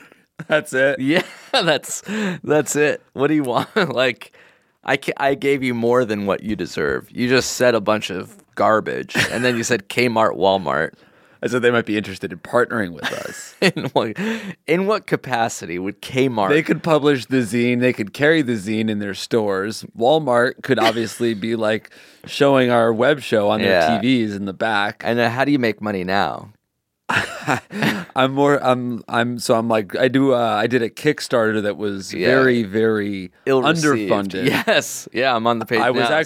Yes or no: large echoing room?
no